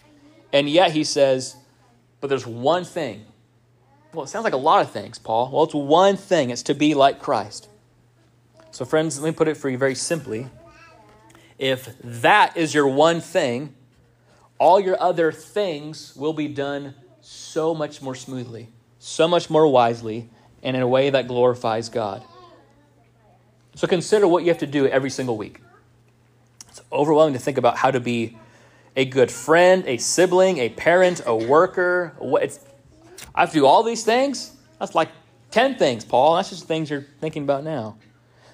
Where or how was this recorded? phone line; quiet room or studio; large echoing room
large echoing room